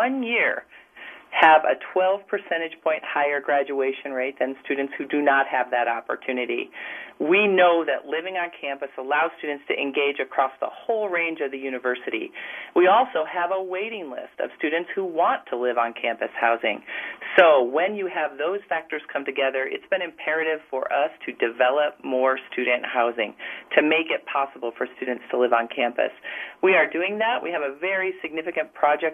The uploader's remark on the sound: called